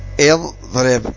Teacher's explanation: قال: فإذا قلت مثلا اضرب، اضرب، هذه همزة وصل، اضرب، فإنك تنطق بالهمزة هكذا اضرب، وكأنها مكسورة